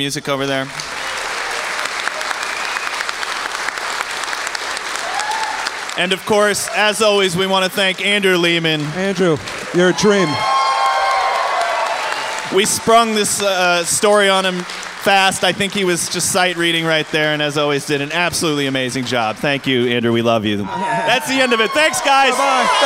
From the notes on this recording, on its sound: This was our show at the NecronomiCon - LIVE from the Biltmore Hotel in Providence, RI